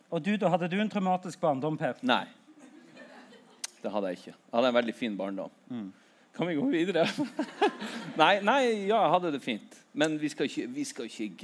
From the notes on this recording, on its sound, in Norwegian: LivePod fra Vulkan Arena i Oslo! Juni hadde vi et LiveShow i selveste hovedstaden.